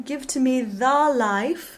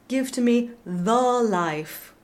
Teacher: And in this song, for example, we can almost sing Give to Me the Life instead of give to me the life. The slightly brighter schwa will allow the ah of life to brighten up as well. · Shown in: first take